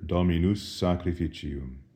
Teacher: the S of Dominus and the S of sacrificium, since they are right next to each other, can be elided. One doesn't say Dominus sacrificium, but rather Dominus sacrificium.